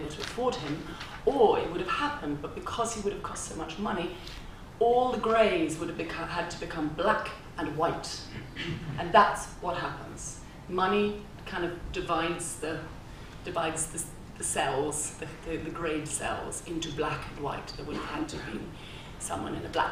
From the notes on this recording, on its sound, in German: Bei der Viennale. Im Rahmen einer Pressekonferenz.